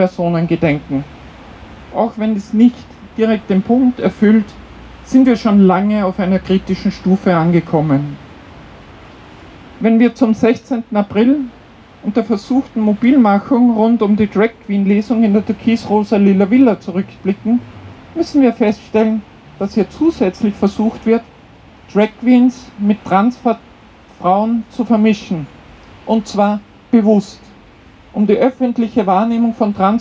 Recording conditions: outdoors